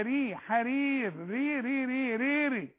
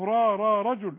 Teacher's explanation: الراء مكسوره، والراء المكسوره مرققه · Shown in: first take